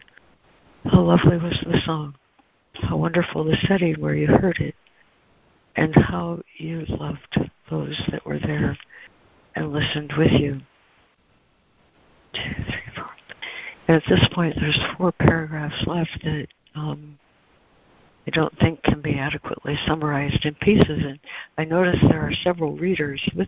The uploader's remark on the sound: ACIM Daily Conference Call.